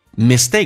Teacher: mistakes 重音在后面的时候，前面的 e 趋向于发 a 这个发音